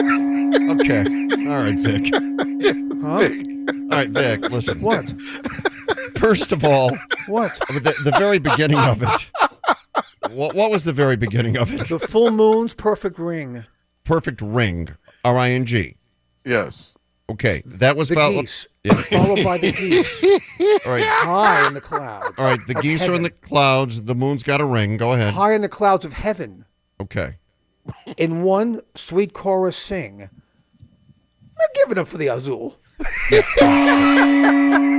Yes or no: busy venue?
no